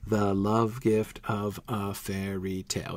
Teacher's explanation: we get the 2 stressed love gift in a row and then of a 2 unstressed in a row